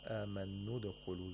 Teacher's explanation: The long vowel of wawul mad is pronounced like a dhamma, the equivalent short vowel of the wawul mad